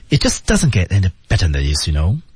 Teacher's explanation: It 失去爆破，just 失去爆破，doesn't 失去爆破，get 失去爆破。